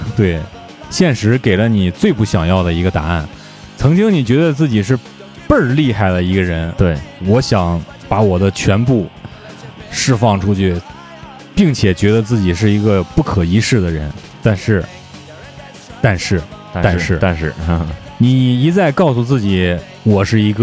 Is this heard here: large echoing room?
no